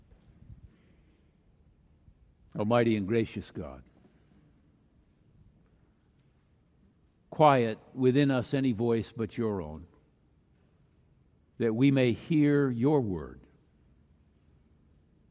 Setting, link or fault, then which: setting, large echoing room